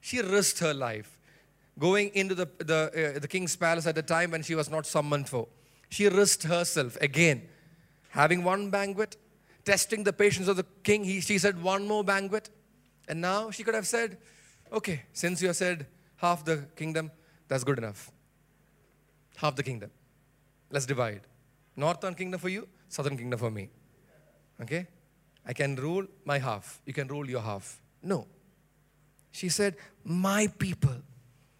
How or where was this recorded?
large echoing room